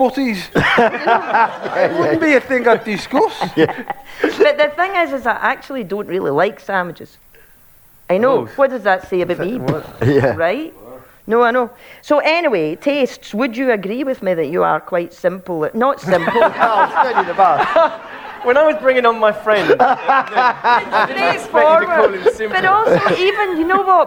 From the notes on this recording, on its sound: live episodes recorded at the Edinburgh Fringe festival